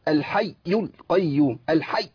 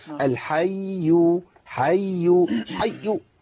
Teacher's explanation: الياء لابد من بيان رخاوه الياء الاولى او المشدد · Shown in: second take · الحي حي حي.